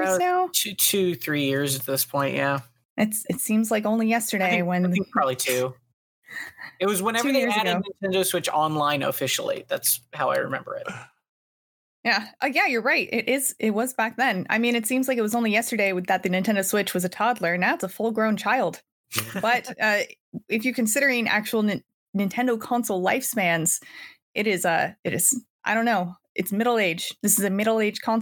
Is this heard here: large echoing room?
no